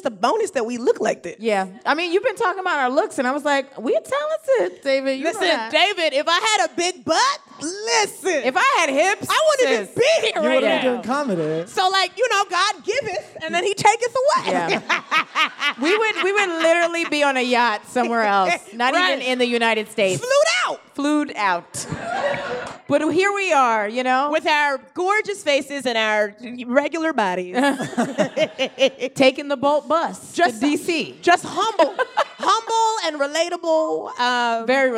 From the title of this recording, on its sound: LIVE at Housing Works Bookstore Cafe